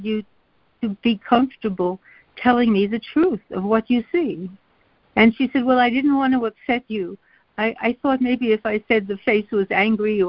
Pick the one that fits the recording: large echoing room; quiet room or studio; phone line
phone line